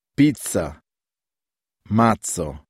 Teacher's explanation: The double consonant doppia Z is lengthened